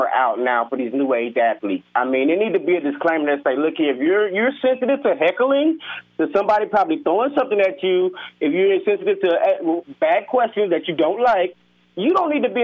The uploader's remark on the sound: Even more of your phone calls, and the always popular Insta-Advice line!